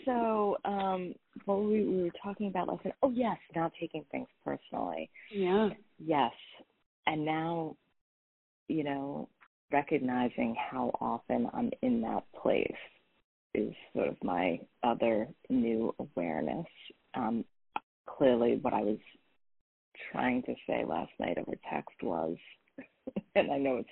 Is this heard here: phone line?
yes